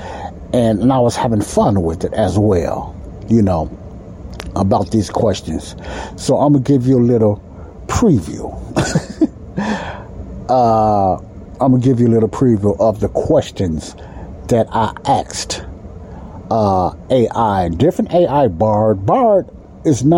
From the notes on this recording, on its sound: The Sound in this podcast may sound a little muzzled like some of my others I apologize for that but the area I was recording has a loud heater sound in it.